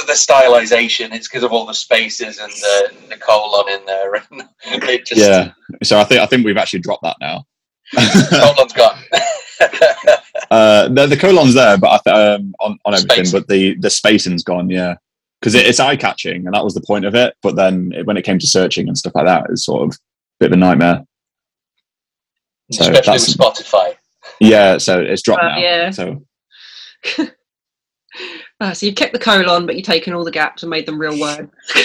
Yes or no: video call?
yes